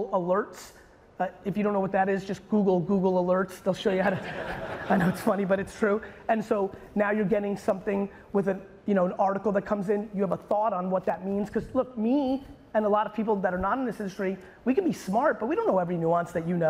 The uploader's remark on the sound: the Q&A portion of my keynote I gave in Naples, Florida at the Hall of Aime event